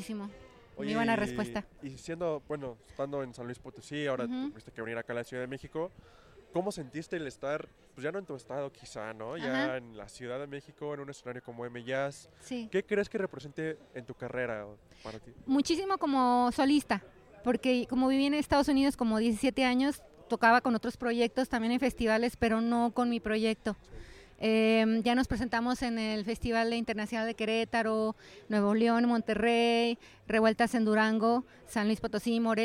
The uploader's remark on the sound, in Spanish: Un programa especial de M Jazz, desde la sede del festival